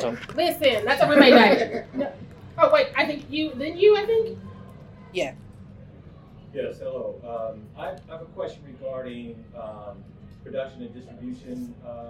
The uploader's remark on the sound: drop our live panel from Blerdcon (07/08/23)